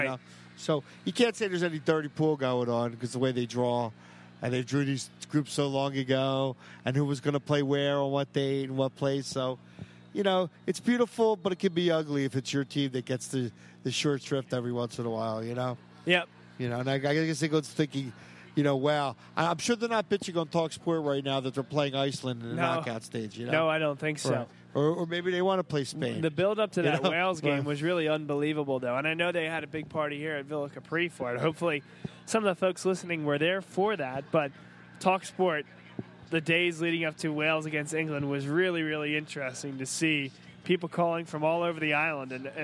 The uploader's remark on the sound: Vuvu Soccer Live From Villa Capri. Vuvu Soccer was live from Villa Capri in Doylestown for Euro Cup 2016.